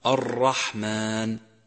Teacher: التكرار، حيث يرتعد طرف اللسان عند النطق به